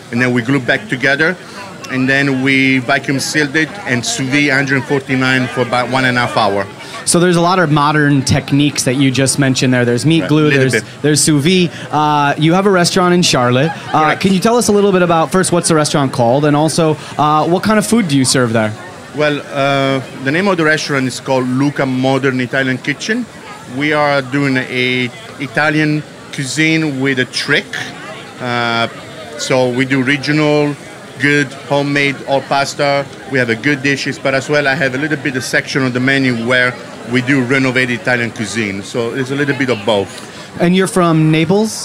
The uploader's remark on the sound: Our final interview at the Springer Mountain Farms campfire at Charleston Wine + Food 2018